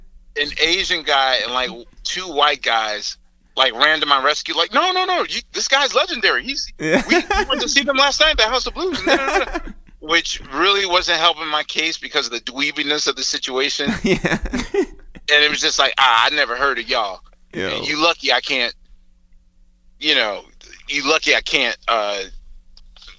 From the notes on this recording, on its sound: We make calls from our Upper West Side apartment. Currently living on a kibbutz in Upstate New York. We then call over to Brooklyn.